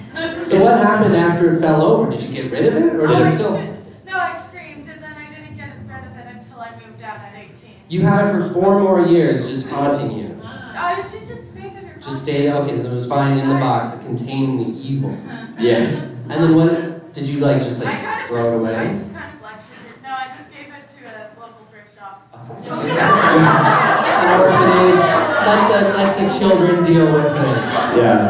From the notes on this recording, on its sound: Calgary Expo 2023 LIVE. Are live from Calgary.